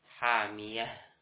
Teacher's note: ketika berhenti padanya tidak dibaca dengan mad iwad, tapi diganti dengan ha · Term: ta marbutoh